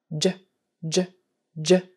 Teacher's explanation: your tongue is just on the top of your mouth, kind of just behind the teeth a little bit, a little bit farther back than when you say the S sound and you're pushing harder with the top of your tongue. · Term: J sound